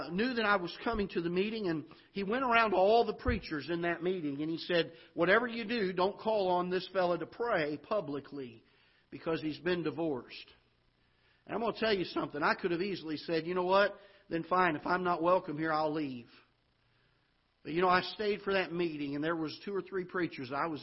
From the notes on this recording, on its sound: Ketha Heights Baptist Church ~ Live Broadcast.